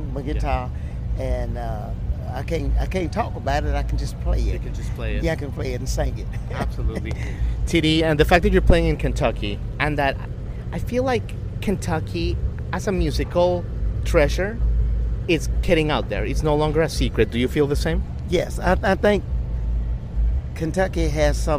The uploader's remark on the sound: On location from Somerset, Kentucky, home of the 29th annual Master Musicians Festival.